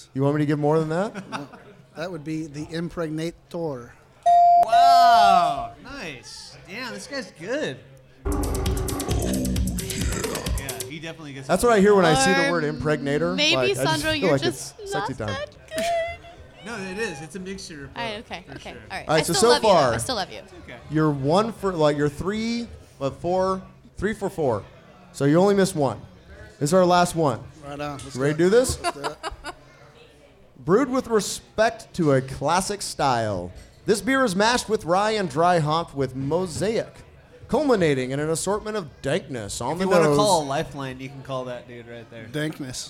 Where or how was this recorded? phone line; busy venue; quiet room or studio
busy venue